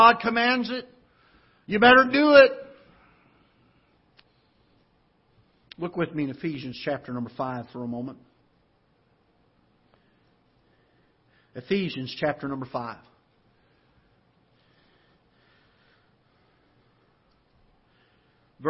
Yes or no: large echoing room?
yes